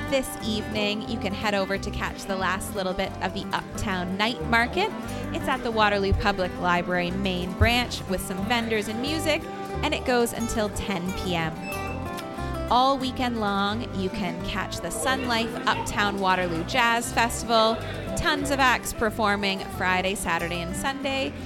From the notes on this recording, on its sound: broadcasts live from AOK Game Bar, one of Downtown Kitchener's most fun and unique spaces